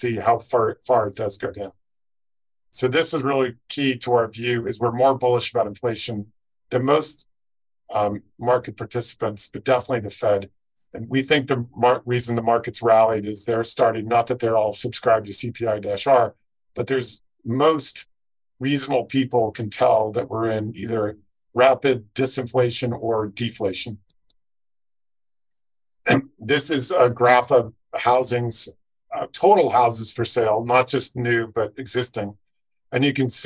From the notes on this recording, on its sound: This podcast includes an audio version of the webinar